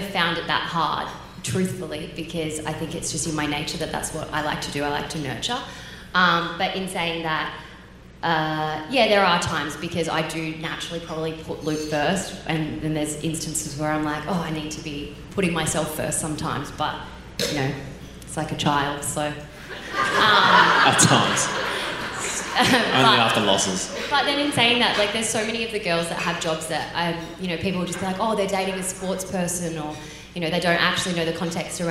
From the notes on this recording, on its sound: a special live event